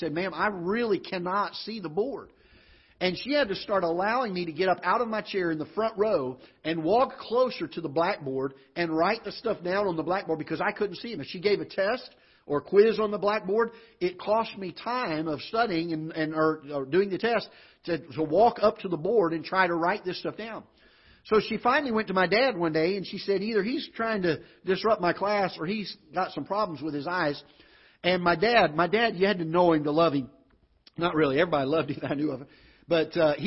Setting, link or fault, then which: setting, large echoing room